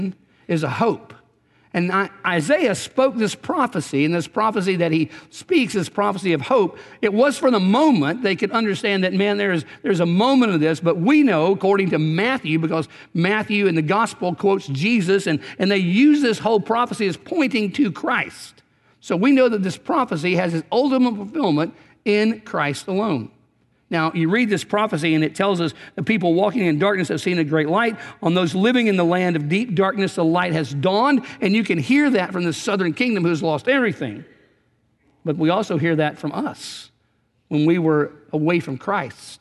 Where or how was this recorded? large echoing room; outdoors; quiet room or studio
large echoing room